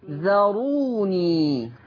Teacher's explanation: ذروا يعني خلصي الذال، الذال مرققة صح؟ بس الراء مفخمة